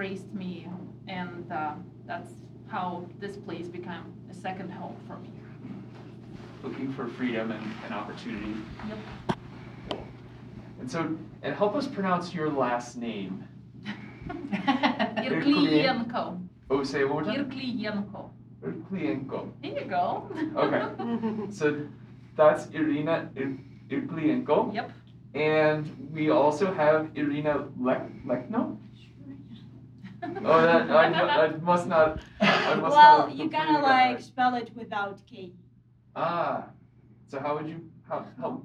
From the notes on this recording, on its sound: We also hear from a local Russian-American who now lives in Estes Park. I have also included part of the lecture that the three Ukrainian-American women gave last night at the Estes Valley Library.